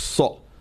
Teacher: Because the huruf tafhim, the fatha doesn't change it to the normal fatha sound because they are the heavy letters · Term: huruf al-tafkhim